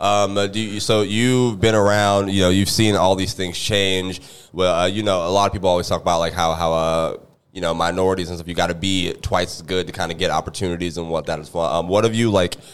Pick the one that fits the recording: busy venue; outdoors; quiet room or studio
busy venue